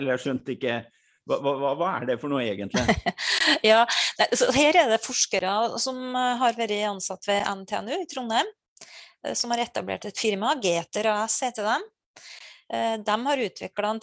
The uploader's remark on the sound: Live Zoom. I denne live-sendingen.